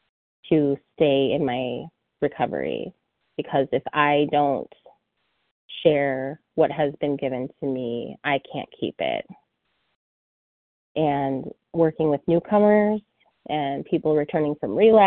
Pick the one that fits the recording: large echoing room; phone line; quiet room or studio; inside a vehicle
phone line